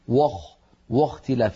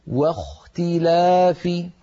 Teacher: واختلاف، لابد من أن ننطق الواو مرققة، فلا نقول وخ واختلاف، بل نرقق الواو ونفخم الخاء · Shown in: second take · هكذا واختلاف.